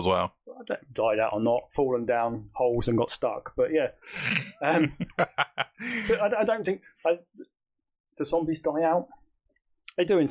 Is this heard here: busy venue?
no